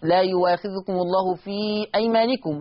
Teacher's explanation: هنجد المد المنفصل في لا يواخذكم الله في أيمانكم، في أيمانكم الإشباع قولا واحدا في المنفصل